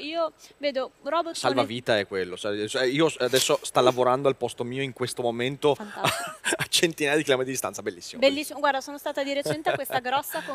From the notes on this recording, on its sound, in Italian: Al Web Marketing Festival ho cogitato